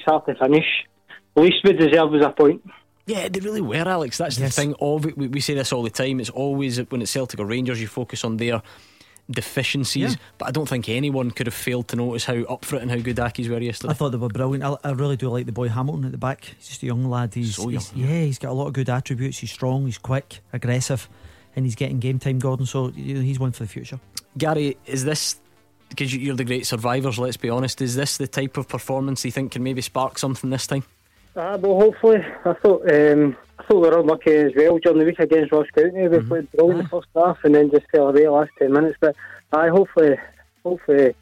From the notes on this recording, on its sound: take your calls